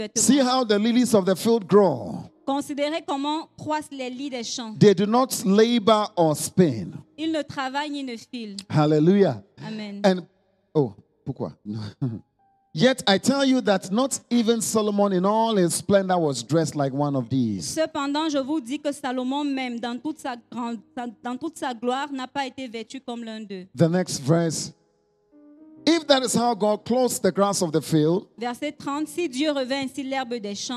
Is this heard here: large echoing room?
yes